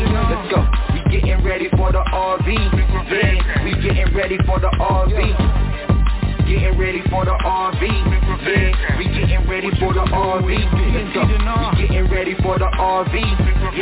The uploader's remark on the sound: TNTSuperfantastic Conference Call